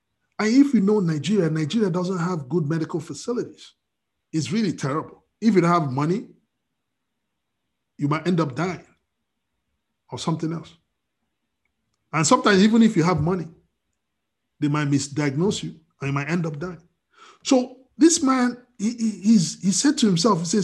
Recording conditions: video call